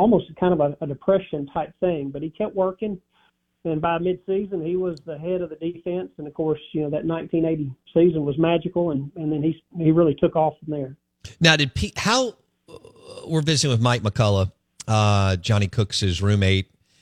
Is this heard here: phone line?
yes